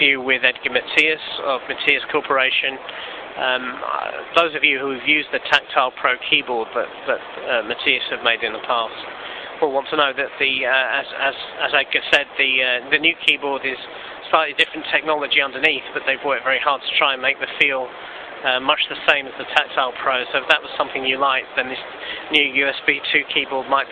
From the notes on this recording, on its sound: recorded from the showroom floor at MacExpo in London